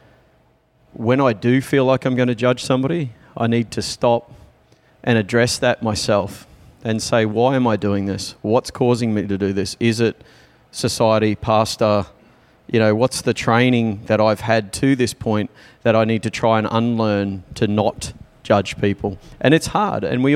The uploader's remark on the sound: Some audio recorded in the Disco with fellow podcasters WeGottaThing.